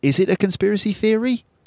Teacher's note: hear the quite steep intonation on that question